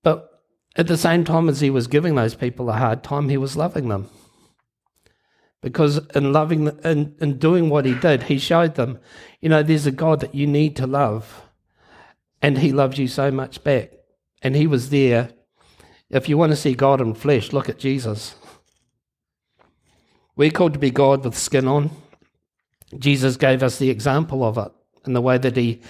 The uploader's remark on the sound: Recorded Live at Harvest Life Church, Blenhiem, New Zealand on Sunday 23 January 2022.